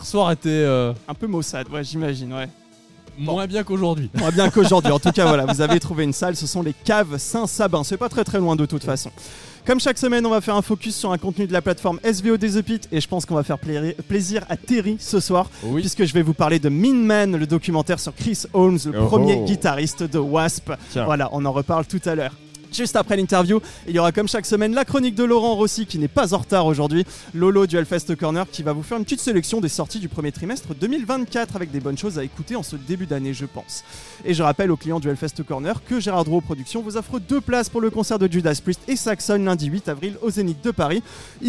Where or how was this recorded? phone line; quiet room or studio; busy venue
busy venue